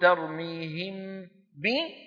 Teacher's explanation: عار عن التشديد مع بقاء الغنة في الحرف الأول